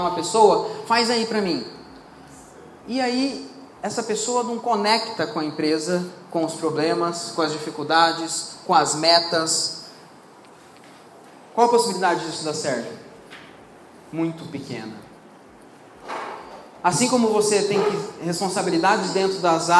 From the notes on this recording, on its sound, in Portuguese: Mais um trecho que separamos de uma palestra. Para um grupo de empresários.